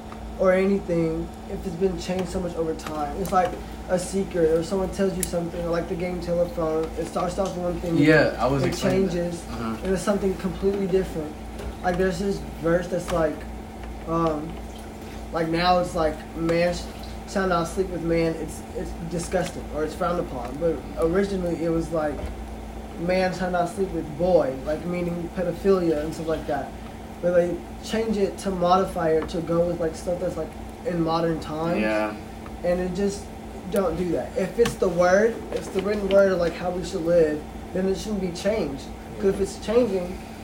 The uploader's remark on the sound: WARNING: a lot of background noises.